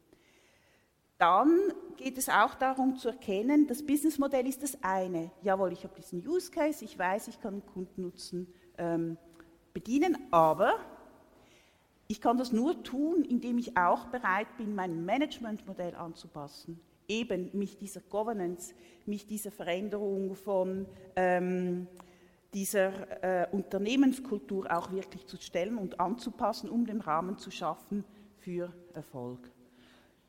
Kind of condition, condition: setting, live audience